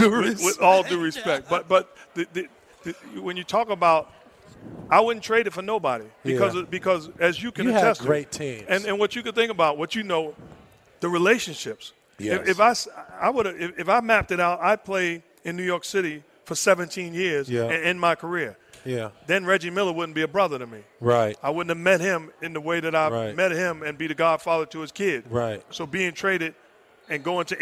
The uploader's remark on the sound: Recorded at Summer League